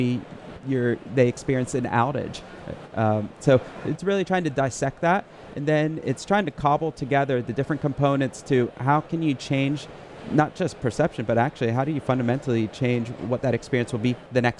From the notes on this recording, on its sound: On the SaaS Revolution Show, live from Slush 2019.